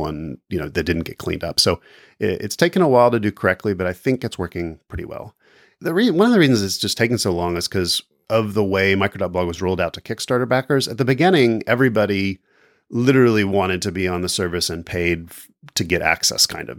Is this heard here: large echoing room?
no